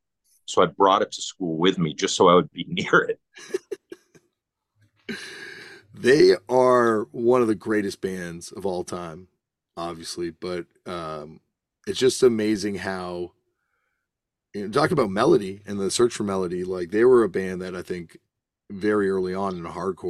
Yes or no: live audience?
no